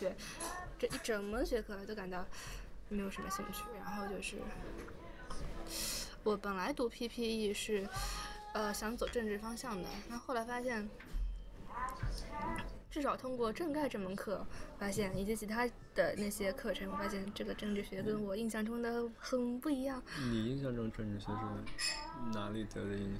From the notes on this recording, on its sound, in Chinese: 本次录音是在一家咖啡馆进行的，录音时周围有着各色人等以及两台咖啡机和一台搅拌机，因此录音中时不时会传出原生态的声音，当然我们欢迎你把这当作某种真实感。此外，需要特别强调的是，（嘉宾）拍桌子的声音被削减到了原音量的百分之四十左右，不过如果戴了耳机，感受应该也很明显。